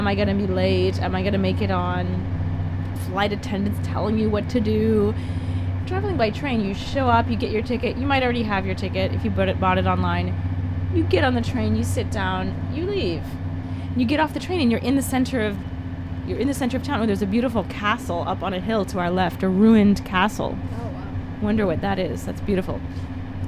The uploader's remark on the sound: This episode that we recorded on a train between Rome and Orvieto way back in 2014. While the Umbrian countryside whooshes along outside the window.